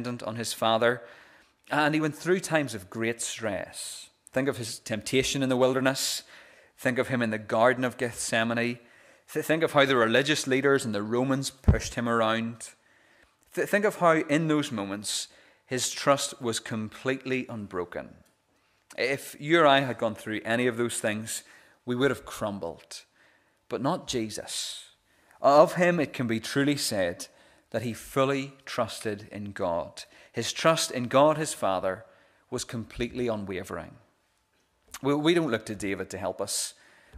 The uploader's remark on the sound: This is the recording of the Bible reading and sermon from our morning service on Sunday 16th April 2022.